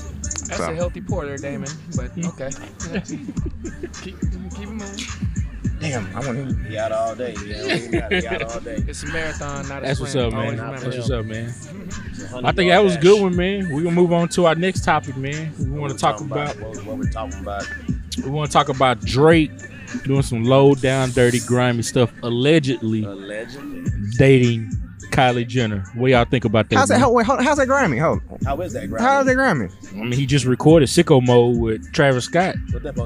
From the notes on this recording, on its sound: On this episode we recorded the podcast at the Texas State University Homecoming tailgate.